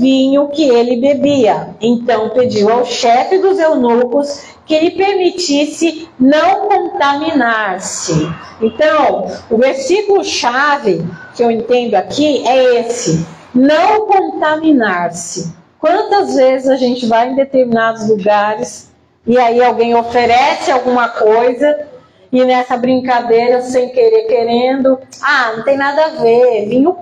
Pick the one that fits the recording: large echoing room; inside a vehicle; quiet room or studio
large echoing room